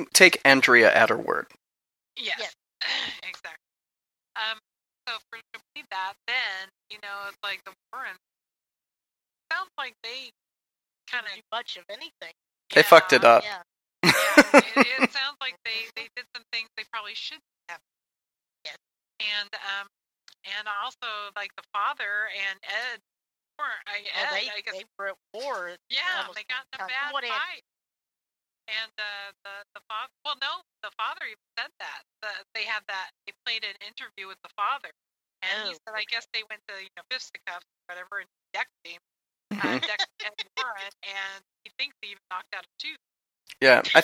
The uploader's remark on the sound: Haunted Salem Live. We had trouble connecting with our internet radio studio, so there will be uneven sounds and some audio hits throughout.